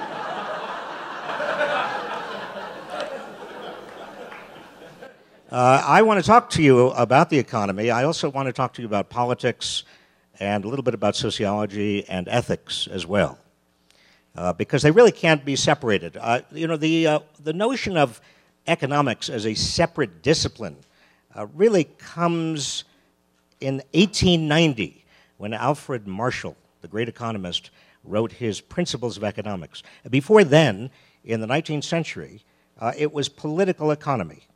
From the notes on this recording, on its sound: Recorded live at the Aspen Ideas Festival.